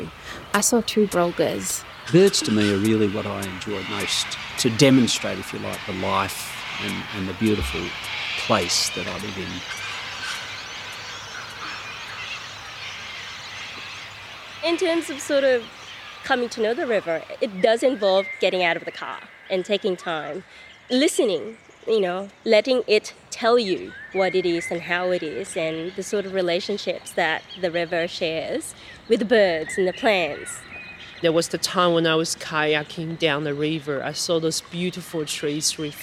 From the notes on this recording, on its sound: Stories and sounds from the Werribee River. This is an audio experience featuring local people and appreciators of the river speaking about what the Werribee River means to them. All interviews and fields recordings were recorded on or near the Werribee River.